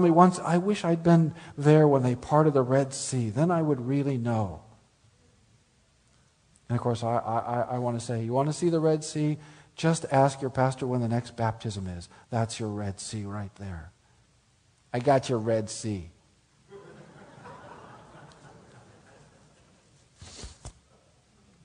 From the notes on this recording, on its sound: Speaks at the Spring Theology Conference of the Reformation Society of Oregon (May 2009).